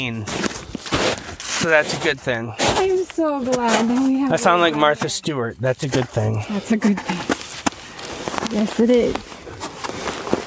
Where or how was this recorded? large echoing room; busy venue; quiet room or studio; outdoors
outdoors